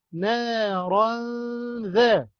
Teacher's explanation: راء تنوين بالفتح مخفى عند الذال المفتوحة بغن حركتين